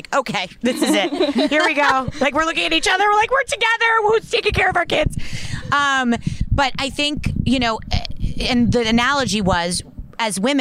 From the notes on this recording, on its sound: Bell Works How it WORKS Live. Chatting on the gorgeous back deck of Bell Works in Holdmel, NJ.